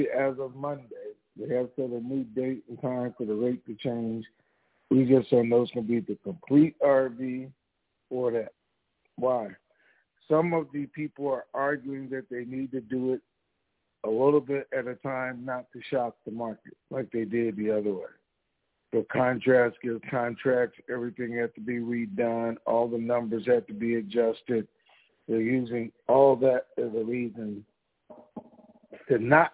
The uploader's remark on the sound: TNTSuperfantastic Conference Call